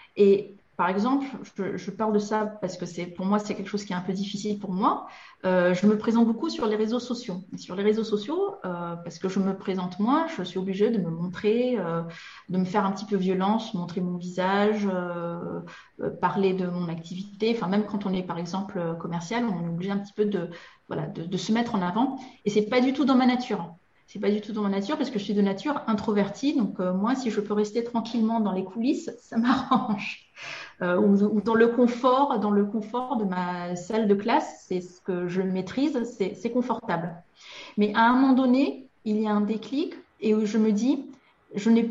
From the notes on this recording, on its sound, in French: Dans cet épisode tiré de mes archives de webinaire